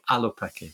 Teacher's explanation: You've got to start with a glottal stop